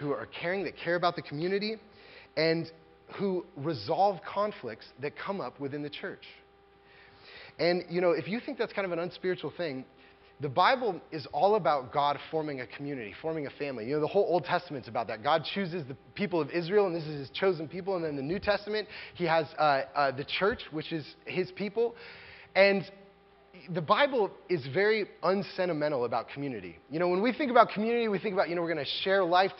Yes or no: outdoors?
no